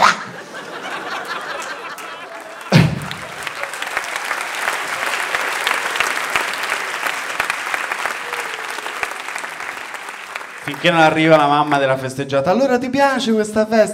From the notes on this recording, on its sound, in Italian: Registrato a Firenze al Teatro Puccini.